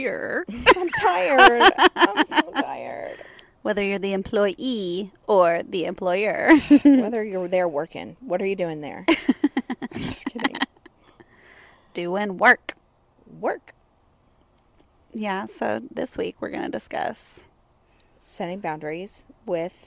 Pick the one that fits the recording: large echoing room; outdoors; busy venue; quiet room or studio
outdoors